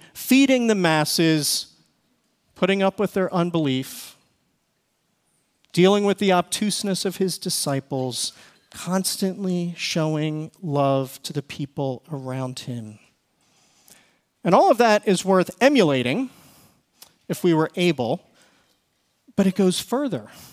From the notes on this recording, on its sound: Recorded service from February 18, 2024.